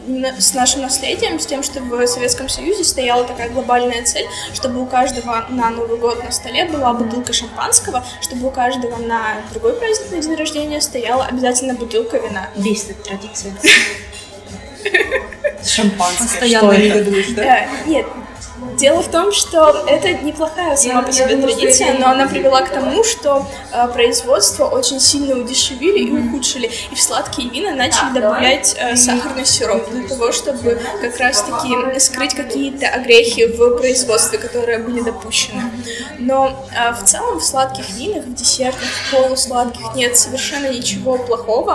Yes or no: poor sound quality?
yes